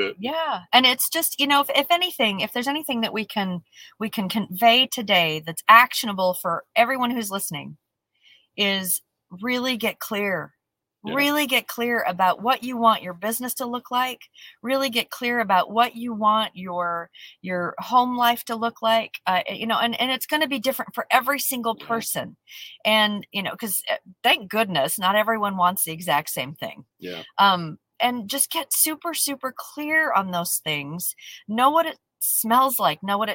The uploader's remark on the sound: We're live from the parking lot in Sin City! So, we'll broadcast from the car right before stepping into an important executive meeting.